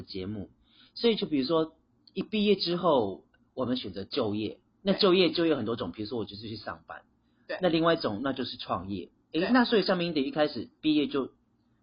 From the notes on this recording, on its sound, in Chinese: 防疫期間遠端錄音，錄音品質稍不佳請見諒